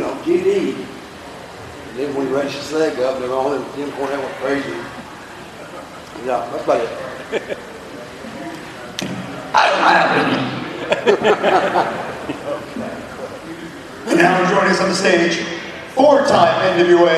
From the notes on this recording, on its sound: we play the full audio from the VIP Meet & Greet from the Crockett Cup forum